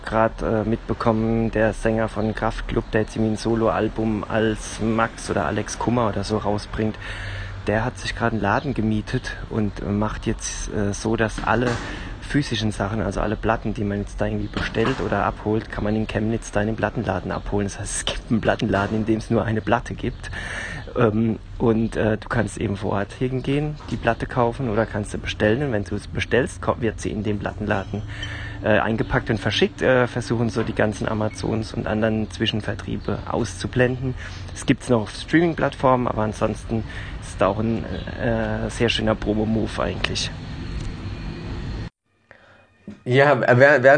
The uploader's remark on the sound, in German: Wir sind das Kernteam dieses Gruppenchat Podcasts bei dem wir in einer Threema Gruppe ein Thema aufmachen und dieses per Sprachnachrichten bequatschen.